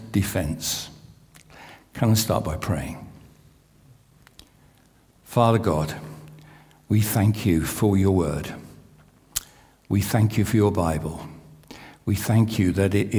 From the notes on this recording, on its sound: This sermon was recorded on Sunday 2nd April 2023 at our Great Denham venue.